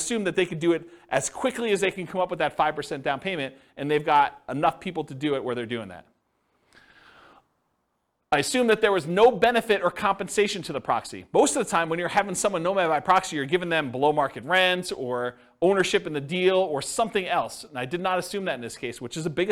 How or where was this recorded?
live audience